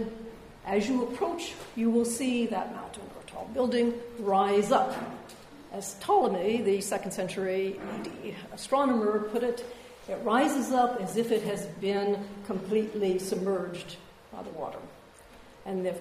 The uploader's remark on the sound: A public lecture. Part of the Al-Mizan exhibition which explores the connections between the sciences and arts in Muslim societies.